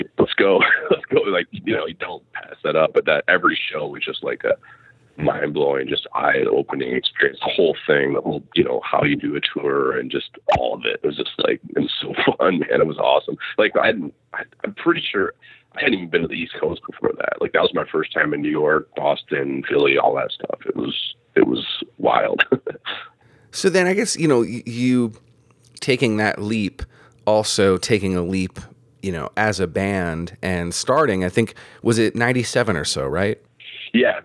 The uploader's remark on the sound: Audio issues thanks to cell phones and not being able to do this in person. You may hear some beeps. I also seem to have had a crazy cold but still did this interview so I sound a little stuffed up.